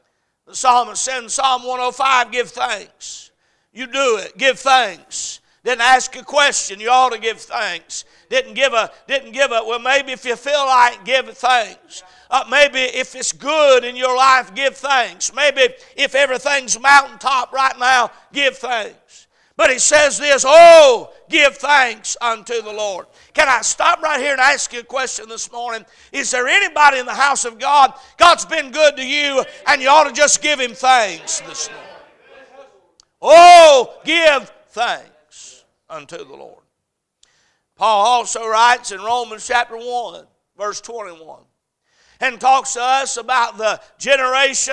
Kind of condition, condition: setting, large echoing room